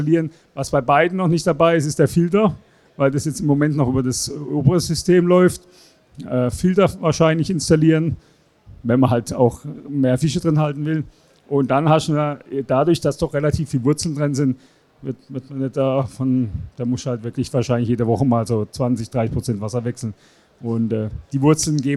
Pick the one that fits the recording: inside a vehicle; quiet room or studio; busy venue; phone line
busy venue